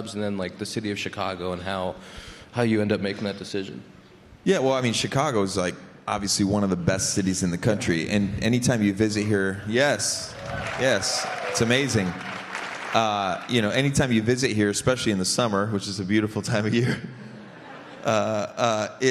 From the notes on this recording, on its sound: The Compound LIVE from CubsCon! The second annual Compound Live from Chicago with many special guests.